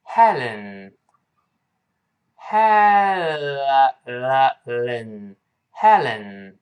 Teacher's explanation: 舌尖注意不要像汉语拼音一样勾舌的 · Term: L 的发音